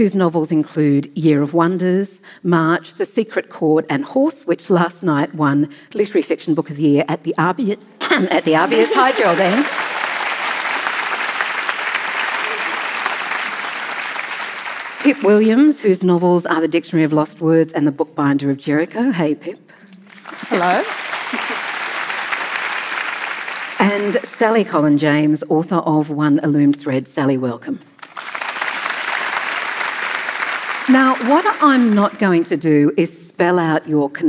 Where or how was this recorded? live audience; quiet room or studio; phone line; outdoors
live audience